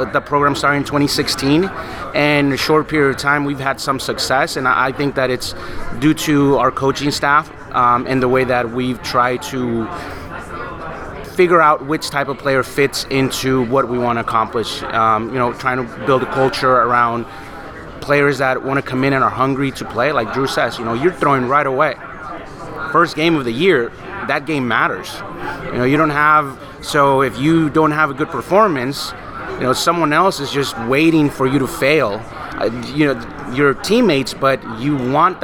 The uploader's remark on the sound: recorded recently on "Podcast Row" at the 2022 United Soccer Coaches Convention in Kansas City